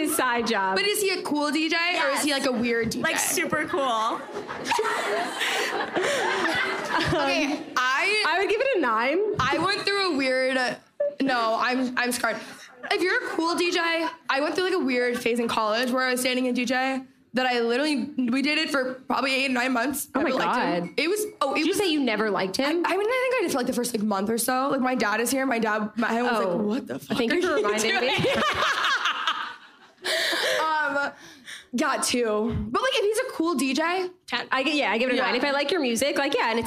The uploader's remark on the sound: the first ever ILYSM live show